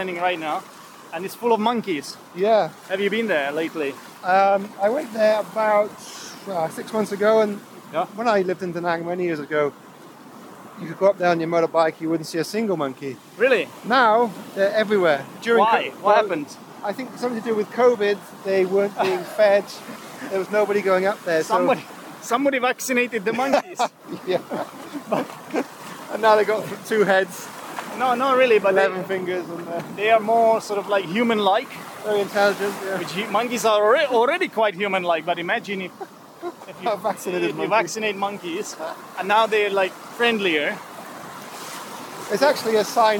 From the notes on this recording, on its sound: This time we were recording while walking along the shore. I got my pants wet as I was wading through the waves.